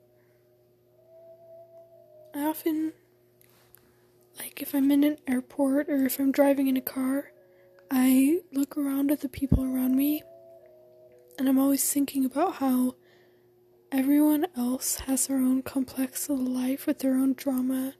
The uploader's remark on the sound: This is just me talking, theres some music. Sorry if I breathe into the mic.